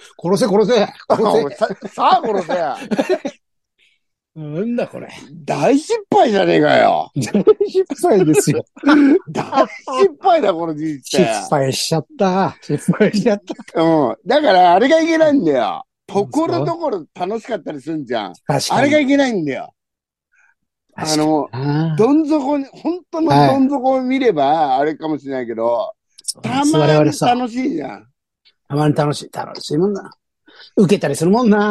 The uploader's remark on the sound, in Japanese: ZOOMで収録